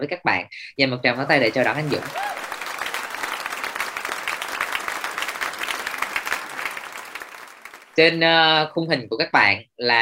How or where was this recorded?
video call